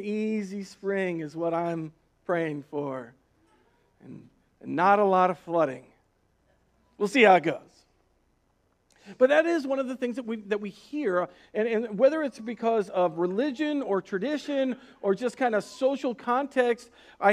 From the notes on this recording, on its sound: Recorded on March 1st, 2020 at Word of Life Church in Le Sueur, MN.